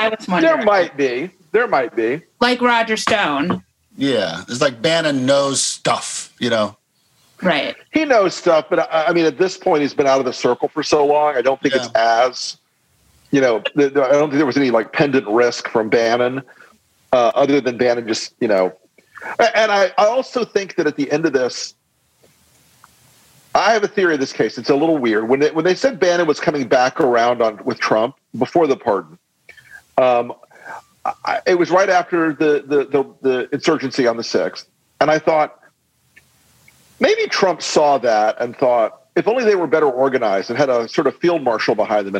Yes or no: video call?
yes